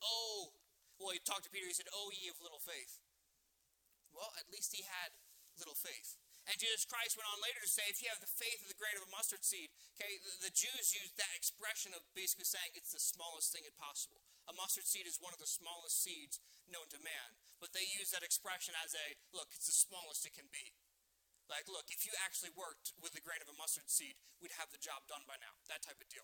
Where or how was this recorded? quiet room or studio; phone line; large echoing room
large echoing room